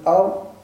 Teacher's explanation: ترتفع الراء إلى أعلى الحنك العلوي وتعترض مجرى الهواء، ولكن يخرج من طرفي اللسان، يجد منفذا وهو طرفاء اللسان.